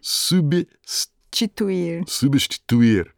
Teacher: it's just tough for a Brazilian to have a BST, three consonants in a row. Mm-hmm. You got to break it up.